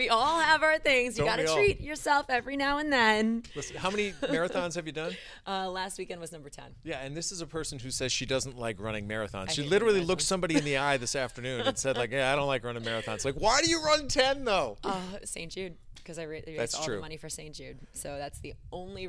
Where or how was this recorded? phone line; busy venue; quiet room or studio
busy venue